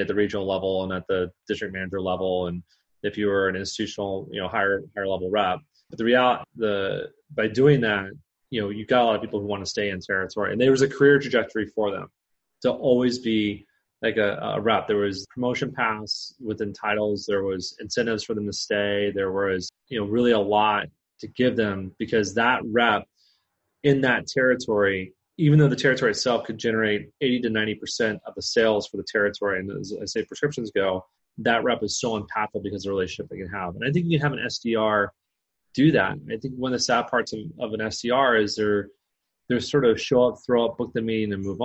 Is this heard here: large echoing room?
no